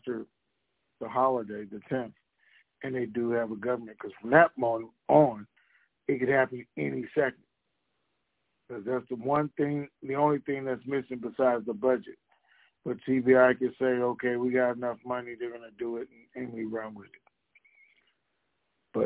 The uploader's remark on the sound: TNTSuperfantastic Conference Call.